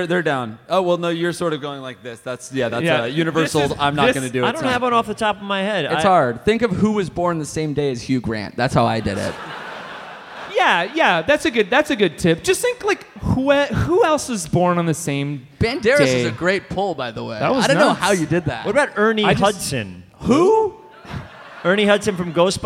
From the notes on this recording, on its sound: Live from Thalia Hall in Chicago. HeadGum Live.